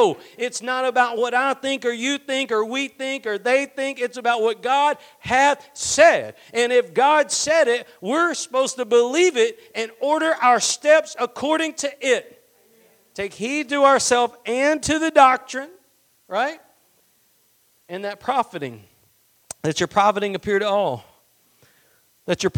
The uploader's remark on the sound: Preached at Gospel Lighthouse in Bossier City, La.